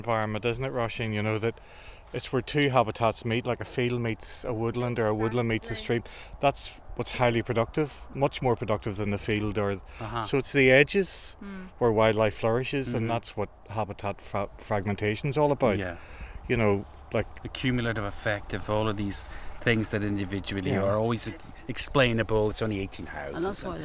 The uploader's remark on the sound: The Quarterlands Road, Drumbeg. The outdoor recording.